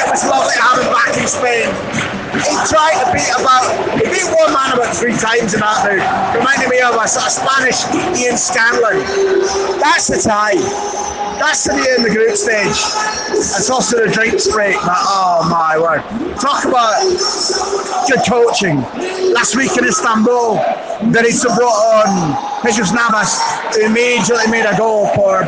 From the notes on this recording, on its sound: Live from Sevilla's rocking Ramón Sánchez Pizjuán stadium. My live take on the action as it unfolded* After-match reaction from the mixed zone.